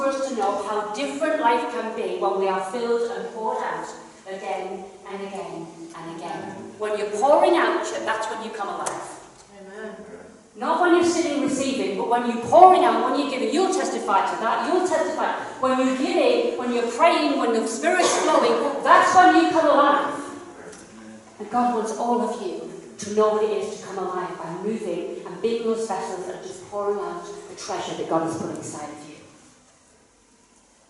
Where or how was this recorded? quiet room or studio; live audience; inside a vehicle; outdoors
live audience